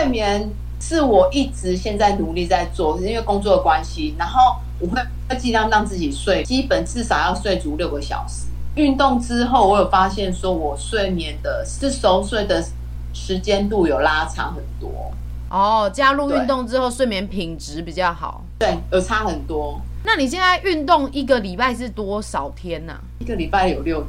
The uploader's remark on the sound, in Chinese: 第一次嘗試用視訊採訪的方式錄音。音質不佳還請見諒啊。